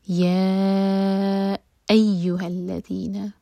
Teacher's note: یا چار حرف کا لمبا کھینچیں گے، اس کے بعد حمزہ پر کٹ آف ساؤنڈ کے ساتھ پڑھیں گے.